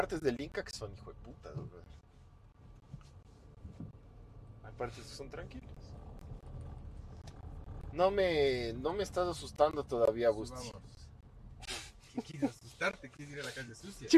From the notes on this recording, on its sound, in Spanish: Podcast Móvil. El audio no se grabo perfecto. Hoy salimos a recorrer las calles de la carita de dios mientras hablamos de todo.